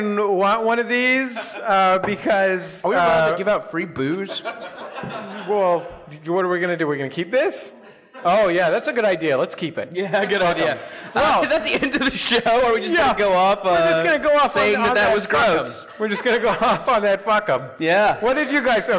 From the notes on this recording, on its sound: live in Seattle with the Monsters of Podcasting